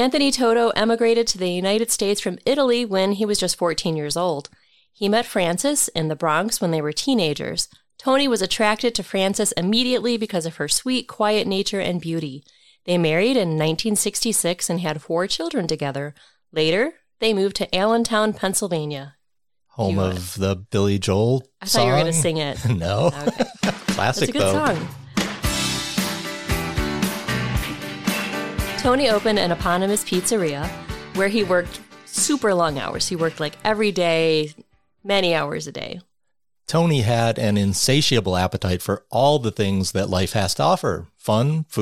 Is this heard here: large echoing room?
no